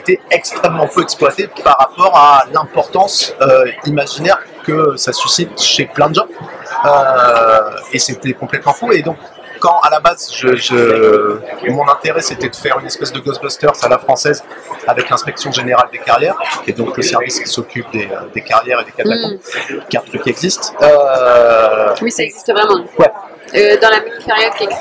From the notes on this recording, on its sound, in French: Une dernière interview sur le stand de 404 comics au Festival International de la BD d’Angoulême 2023